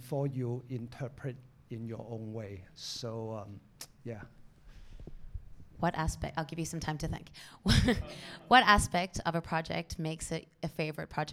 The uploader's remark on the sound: Recorded before a live audience at the Lasvit Lounge.